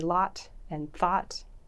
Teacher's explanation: I say lot and thought the same. That's the same vowel.